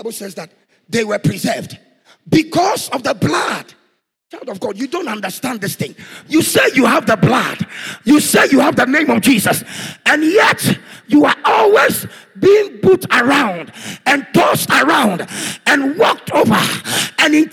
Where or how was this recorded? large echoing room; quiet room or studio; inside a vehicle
large echoing room